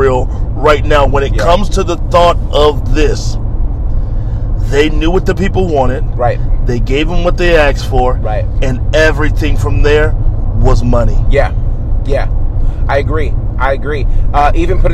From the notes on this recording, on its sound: What happens when you put members of The Faction in a car and turn on the mics? On The Road.